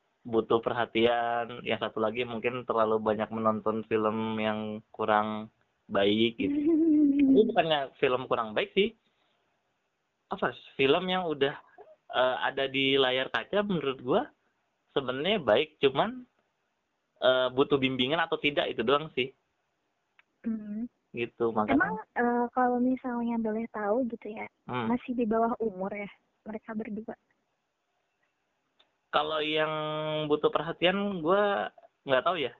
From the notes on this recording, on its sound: By phone ditengah wabah Covid 19.